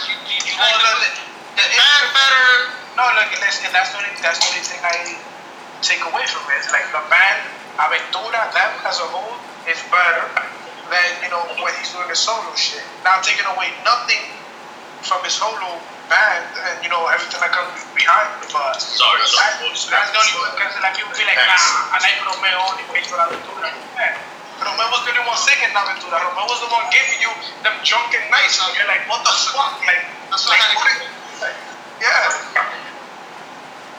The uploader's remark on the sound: Its was suppose to be a test recording but it was some much fun we decide to put it out. We apologize for the audio.